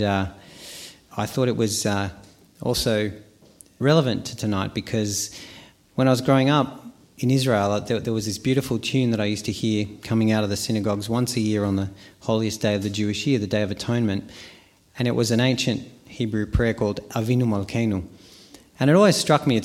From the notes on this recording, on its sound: Experience a night of Live Philosophy at the Sophia Club Melbourne.